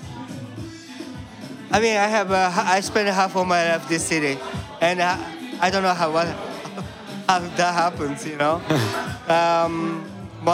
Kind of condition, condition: setting, busy venue